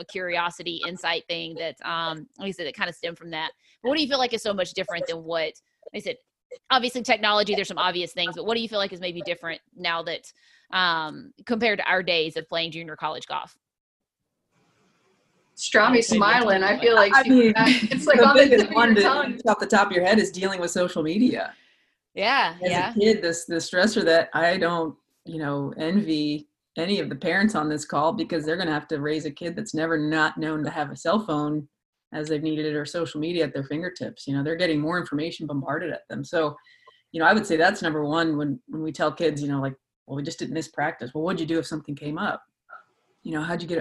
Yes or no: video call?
yes